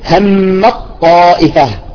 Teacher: الآن نتكلم عن إدغام التاء بالطاء، نقول هم الطائفة، هم، شوف الطاء أكلت التاء كليا لأنها أقوى منها، إدغام كامل